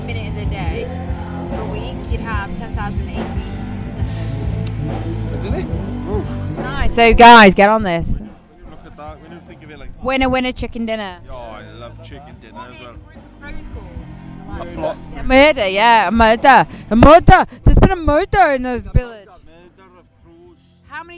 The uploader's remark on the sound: Sorry about the wind noise, I lost my muffler haha.